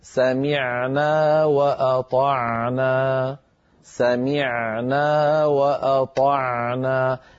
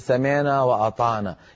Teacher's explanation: لا بد أن يرجع لسان المزمار قليلا إلى الوراء ليتضيق الحلق عند نطق العين العربية الفصيحة · Shown in: first take